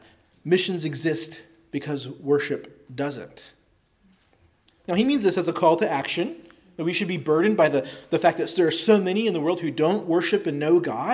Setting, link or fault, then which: setting, large echoing room